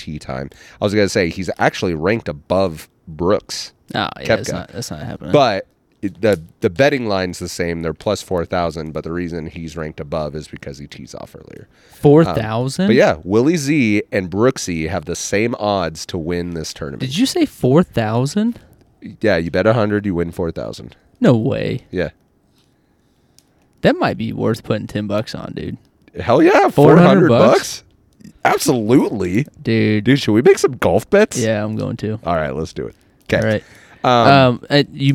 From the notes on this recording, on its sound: We stepped outside of the studio and did a recording on the back patio sitting around a open flame